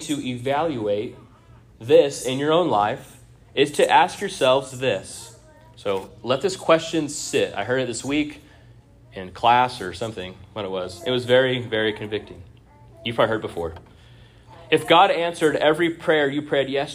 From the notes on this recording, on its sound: At Union Baptist Church in Orrick, MO.